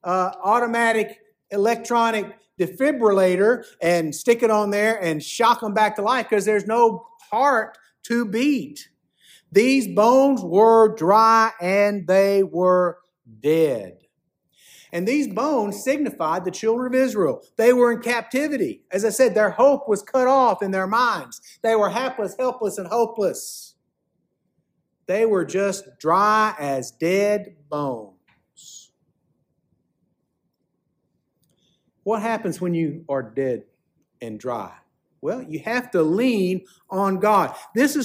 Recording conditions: large echoing room